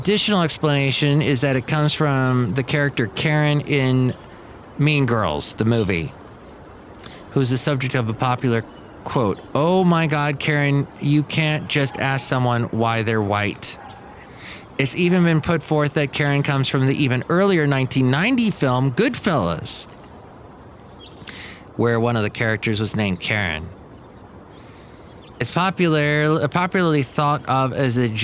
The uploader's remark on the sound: podcasts live from Cafe Anyway